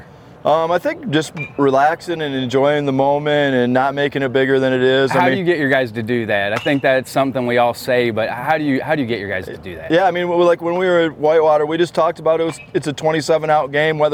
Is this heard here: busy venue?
yes